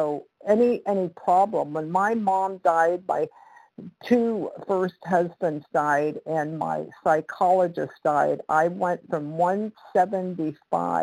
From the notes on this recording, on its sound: 100 Pounders Phone Meeting